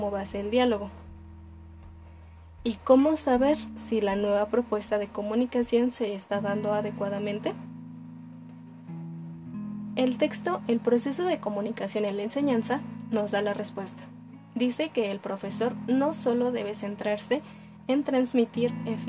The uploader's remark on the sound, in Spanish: Nota: Disculpen el sonido de los tamales.